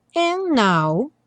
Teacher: que é bastante comum no and now, tirar o D ao invés de falar and now, you leave me.